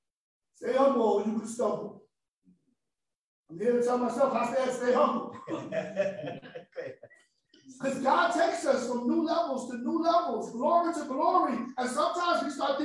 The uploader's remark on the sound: the facebook live recording so the sound may be a lil eh